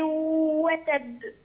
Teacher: الباء هنا مشددة مقلقلة · Term: قلقلة كبرى